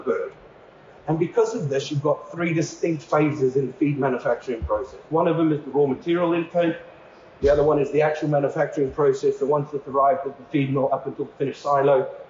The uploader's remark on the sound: a session from EuroTier